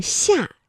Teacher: 它舌面啊是贴近硬腭来发音的